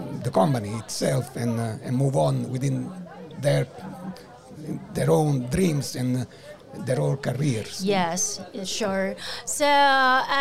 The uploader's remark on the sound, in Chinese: VISION 2022 臺大校園徵才博覽會-Live Podcast 05 特別企劃。